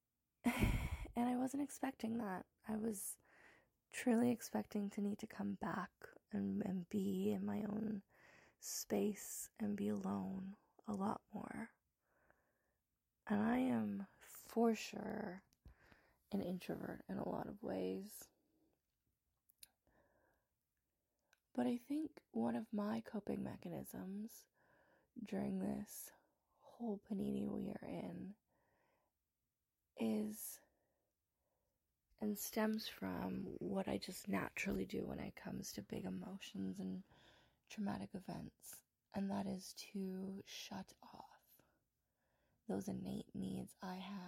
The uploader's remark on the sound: Recording on the cell and talking real low...not great for sound.